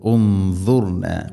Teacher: ഇവിടെ ഉൻദുർ സാക്കിന നൂനിന് ശേഷം ദാദ് നൂനിനെ അവ്യക്തമാക്കി മണിക്കണം. ദാദ് ഇസ്തിഇലാഇന്റെ അഥവാ സ്വരഭാരത്തിൽ ഉച്ചരിക്കേണ്ട അക്ഷരമാണ്. അതിൻ്റെ കൂടെ ഉള്ള ഗുന്നയും സ്വരഭാരത്തിലായിരിക്കണം.